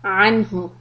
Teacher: the noon is followed by letter ha, which is from the huruf halq. So we are going to make it izhar